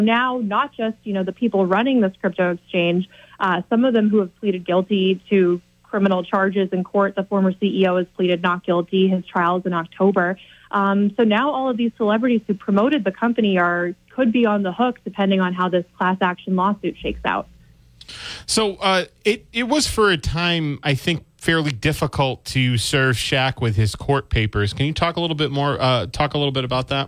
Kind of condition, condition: link, phone line